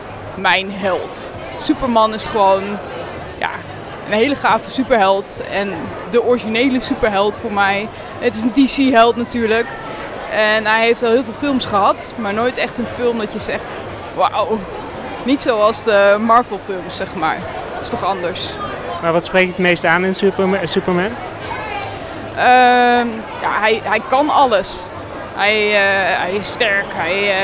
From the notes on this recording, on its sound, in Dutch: De Supercast is terug met een Dutch Comic Con-special! Ik was als razende reporter aanwezig op de winter-editie van Dutch Comic Con in Utrecht en heb er de nodige interviews opgenomen.